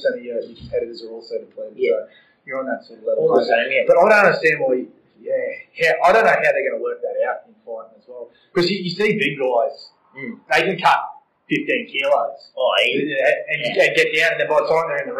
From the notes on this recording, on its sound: Sometimes things don't go exactly as planned, and that's exactly what happened during this interview. We faced a little technical glitch with the audio.